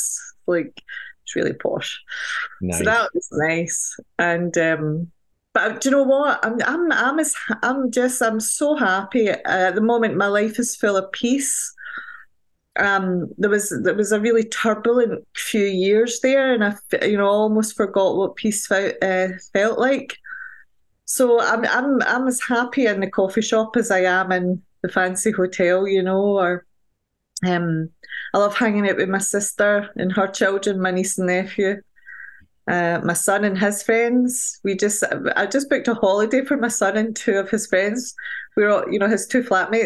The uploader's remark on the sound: Recorded 11.20.2023 in Raleigh, NC and Glasgow, Scotland, UK on Zoom.